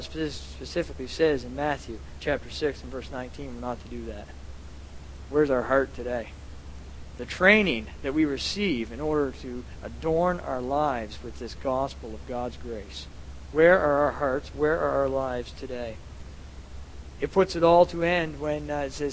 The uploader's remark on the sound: at The People’s Church of Somerville, NB